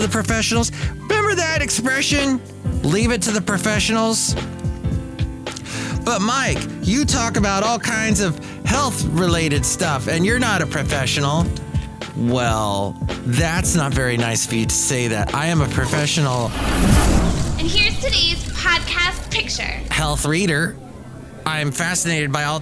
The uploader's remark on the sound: podcasts live from Cafe Anyway